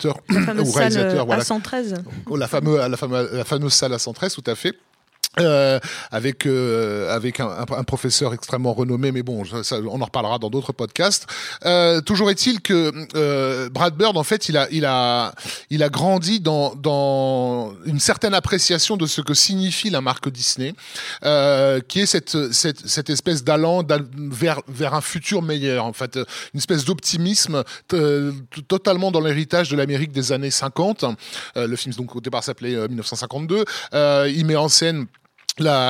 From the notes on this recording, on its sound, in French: Enregistré le 3 novembre 2018 au Club de l'Etoile (Paris 17e).